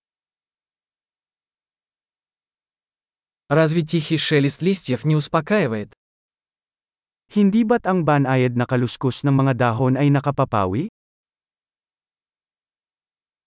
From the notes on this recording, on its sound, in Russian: Шум журчания ручья